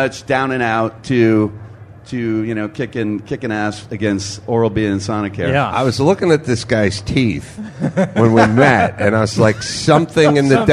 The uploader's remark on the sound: live in the K&N Booth at SEMA